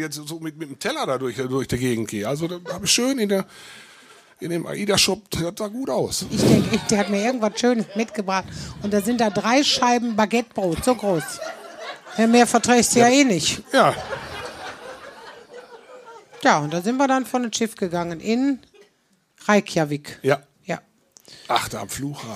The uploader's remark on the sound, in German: Teil des Live-Podcast aus dem Talbahnhof.